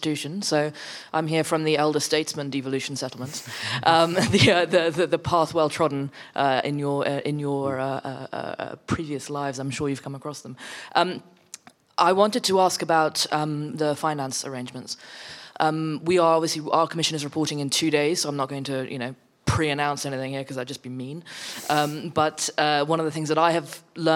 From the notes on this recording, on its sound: Audio recording of event held at the Institute for Government, 16 January 2024.